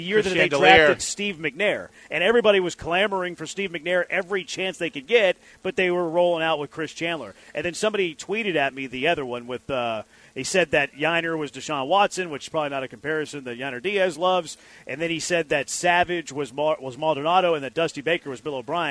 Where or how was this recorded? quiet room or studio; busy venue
busy venue